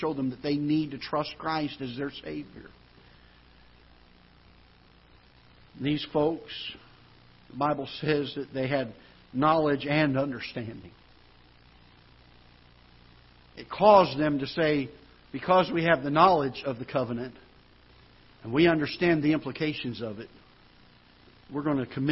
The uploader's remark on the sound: Ketha Heights Baptist Church ~ Live Broadcast